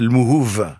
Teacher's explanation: avec un V, puisqu'on ne prononce pas le B en langue kabyle